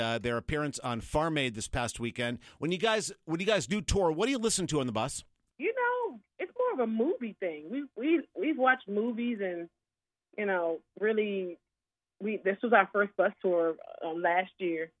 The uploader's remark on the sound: gets on the phone